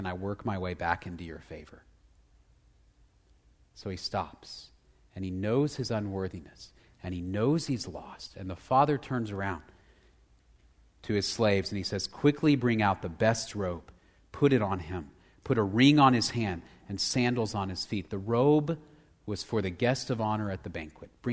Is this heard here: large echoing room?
yes